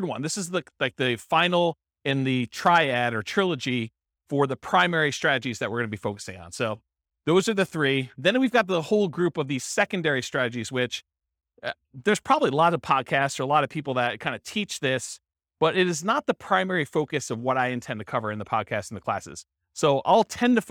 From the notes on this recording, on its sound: This was a live class recorded